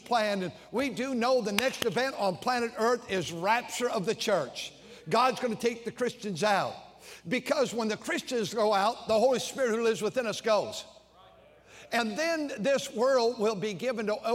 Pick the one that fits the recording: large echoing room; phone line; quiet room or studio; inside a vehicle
large echoing room